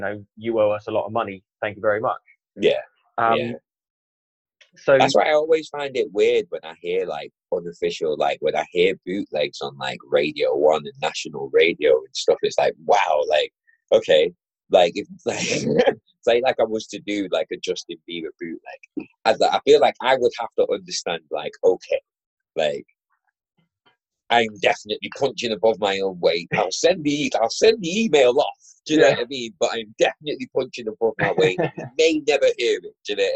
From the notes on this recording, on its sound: You'll have to forgive the poor quality audio in this episode